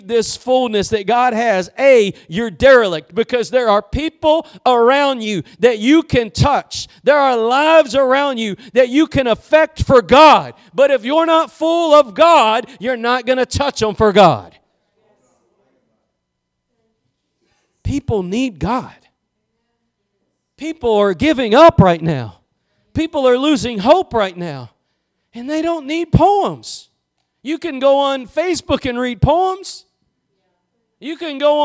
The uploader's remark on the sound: Preached at Gospel Lighthouse in Bossier City, La.